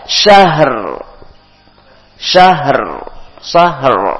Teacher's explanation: ro sukun, sebelumnya fathah, maka dibaca tebal